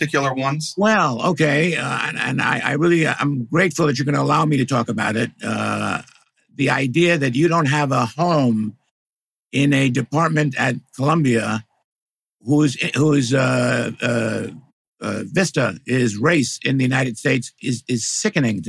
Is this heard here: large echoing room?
no